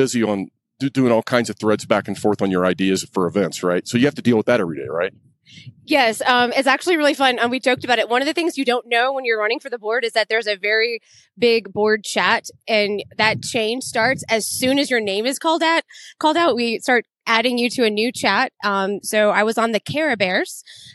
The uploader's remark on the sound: Live from AFT Conference